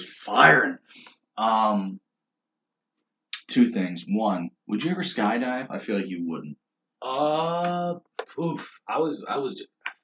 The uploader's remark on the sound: I apologize for the poor audio. Just imagine we're on a zoom call even though we aren't.